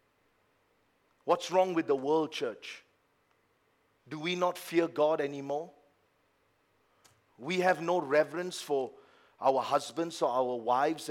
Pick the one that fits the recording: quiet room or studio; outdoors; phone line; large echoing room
large echoing room